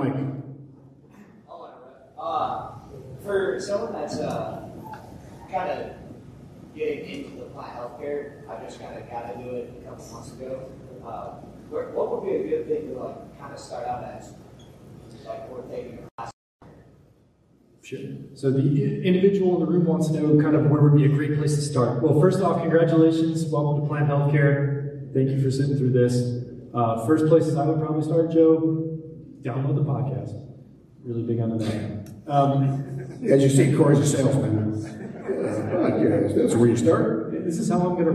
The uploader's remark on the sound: Live from TCI EXPO 2023! On the main stage in St.